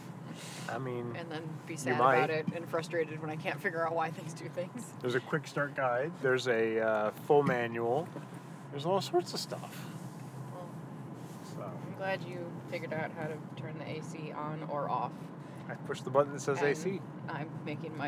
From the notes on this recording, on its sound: we were driving home from the Cantlos Druid Moon rite